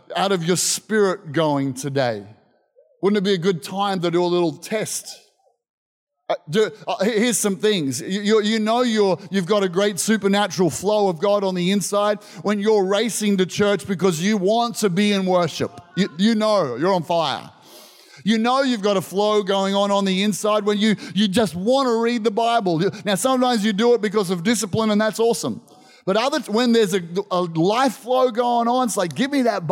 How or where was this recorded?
live audience